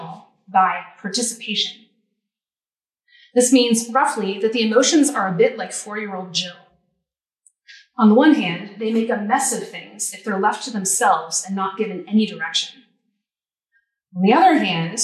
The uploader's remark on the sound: This lecture was given on April 26, 2023 at the University of Arizona.